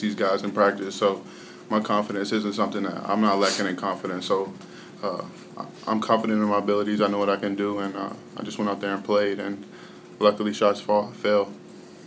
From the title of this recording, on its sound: Press Conferences & Post-Game Interviews